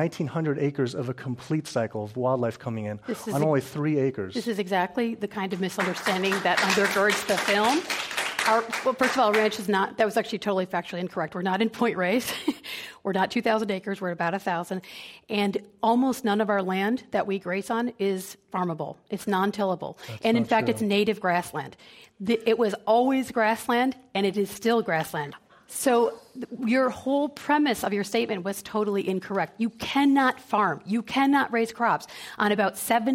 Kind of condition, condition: setting, live audience